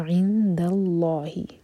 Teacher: لام میں جلالہ ہیوی ہوگا کیونکہ اللہ تعالیٰ کے نام سے پہلے جو ورڈ ہے اس کے لاسٹ لیٹر پر ہے فتحہ، تو عند اللہ.